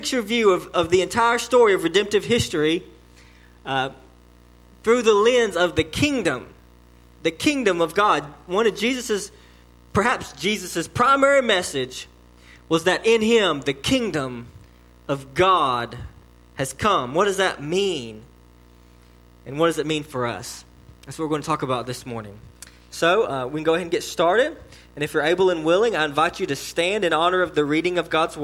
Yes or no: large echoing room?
yes